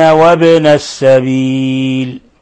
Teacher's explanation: الباء هنا جاءت ساكنة فتقلقل، فتقلقل. وابن السبيل والسائلين، مد متصل يمد من 4 إلى 5 حركات لاتصال الهمزة بحرف المد في نفس الكلمة.